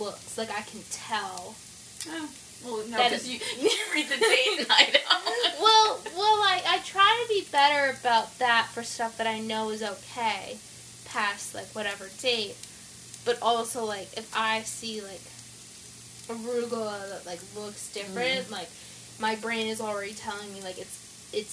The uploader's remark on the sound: This episode plays out a little differently than others as the mother-daughter duo step into the kitchen to live cook one of their favorite dishes.